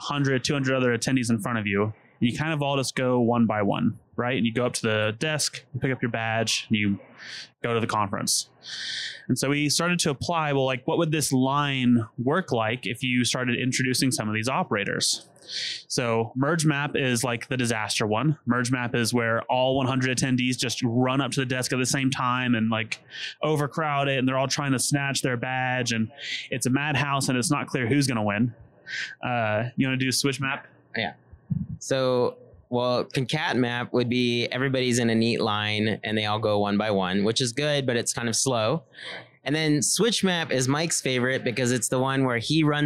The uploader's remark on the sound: Still at RxJS Live. Interviewing speakers at RxJS Live.